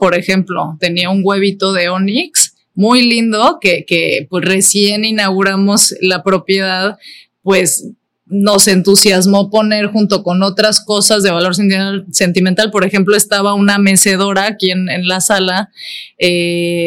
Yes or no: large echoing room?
no